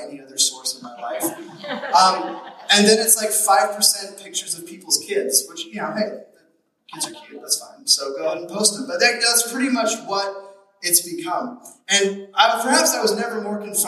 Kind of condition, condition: fault, poor sound quality